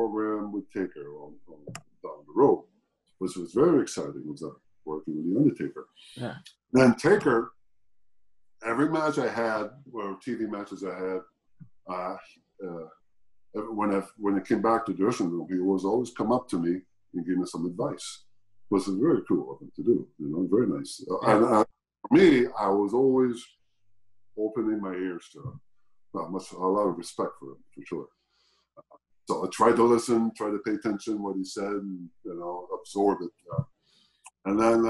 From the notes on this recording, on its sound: Recorded via Zoom